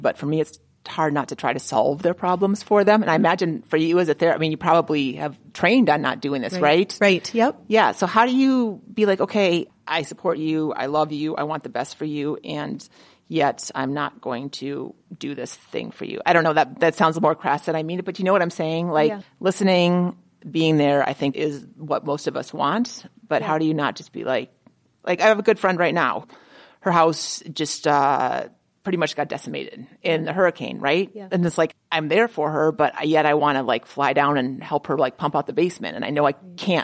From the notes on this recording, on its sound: Recording in front of an audience at the Twin Cities Marathon expo, the hosts hop right into the conversation with the guest.